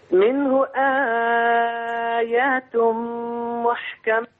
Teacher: انتبه أن الهاء ليس فيها صلة